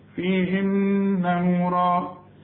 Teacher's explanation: النون غنها لأنها مشددة